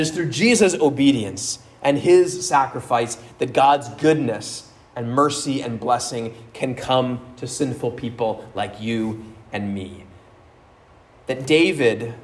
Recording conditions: large echoing room